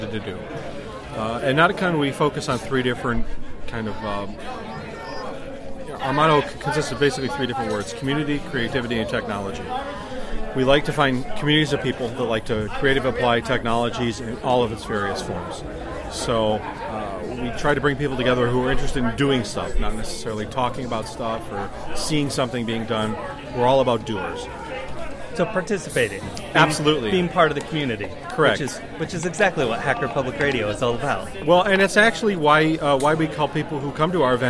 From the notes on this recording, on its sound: It was recorded at Ba-Con in Columbus last summer.